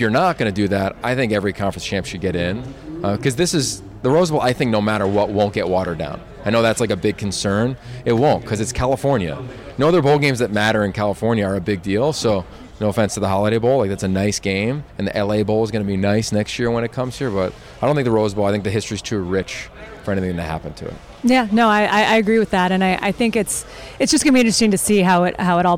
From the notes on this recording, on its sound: live at the Rose bowl for media day